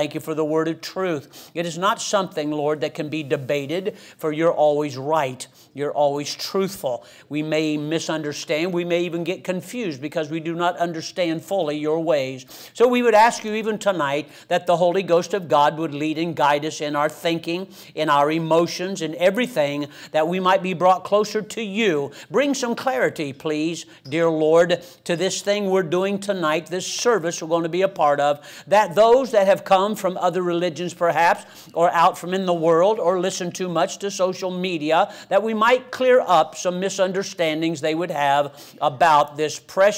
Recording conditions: large echoing room